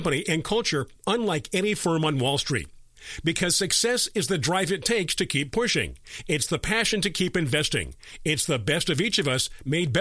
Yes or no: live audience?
no